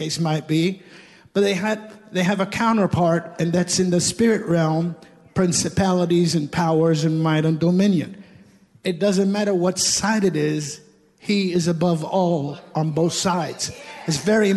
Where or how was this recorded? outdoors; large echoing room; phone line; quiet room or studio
large echoing room